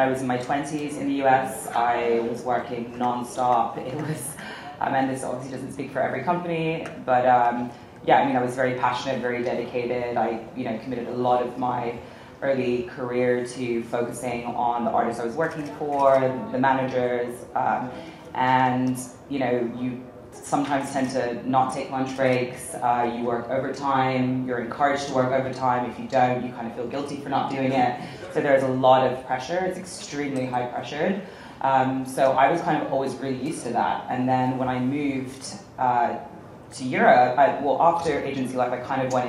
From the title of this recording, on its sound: A Panel at Mixcon